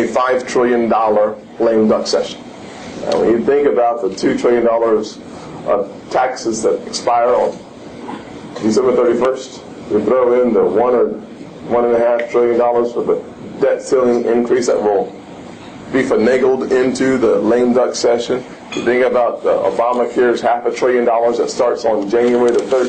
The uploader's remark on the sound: WASHINGTON, D.C. Appeared before a breakfast meeting of The Ripon Society.